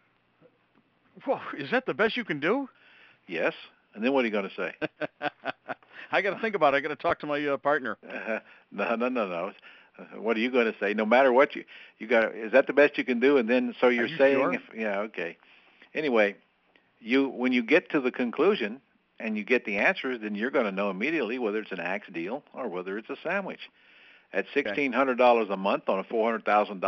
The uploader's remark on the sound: Q&A Call